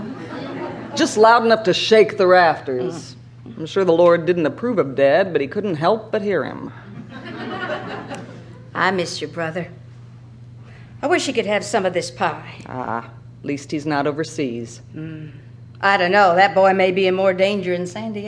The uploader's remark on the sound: Format: Original Recording. A full-cast performance. In this live recording of the Joseph Jefferson Award-winning play Still Waters, from L.A. Theatre Works.